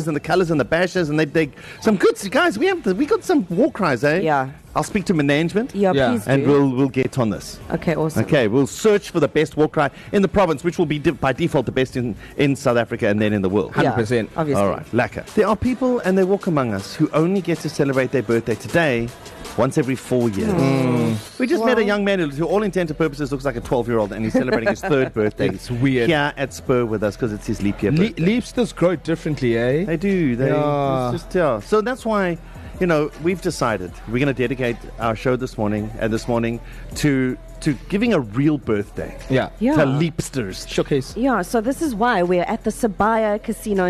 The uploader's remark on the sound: It's a leap year birthday bash at Spur. The East Coast Breakfast team are broadcasting LIVE from Spur Sibaya on the extra day of the year.